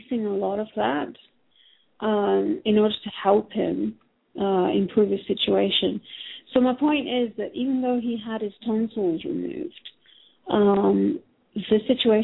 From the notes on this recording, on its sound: Takes your calls for healing live today!